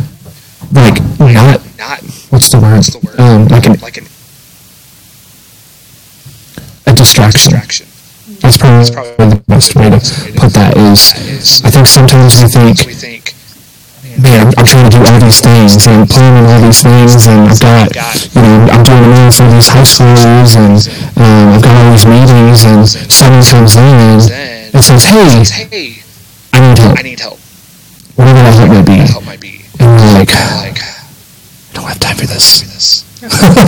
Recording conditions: poor sound quality